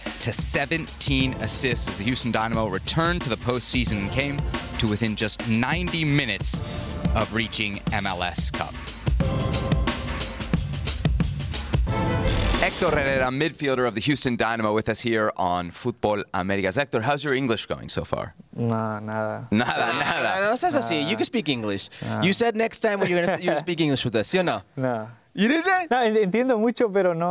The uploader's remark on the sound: live from Miami for MLS Media Day